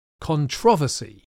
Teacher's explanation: Some British speakers stress the second syllable.